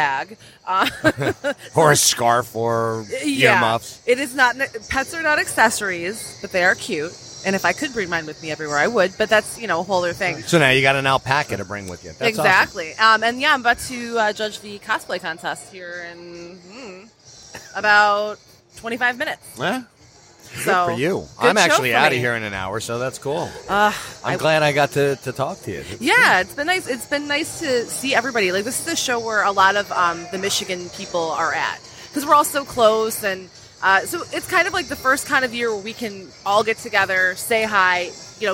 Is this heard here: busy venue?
yes